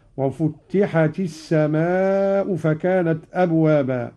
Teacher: قرأ قالون بتشديد التاء الأولى